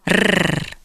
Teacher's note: The double R is pronounced not with a single flap of the tongue against the roof of the mouth, but with several flaps in rapid succession, producing a sound like a child's imitation of a motor engine.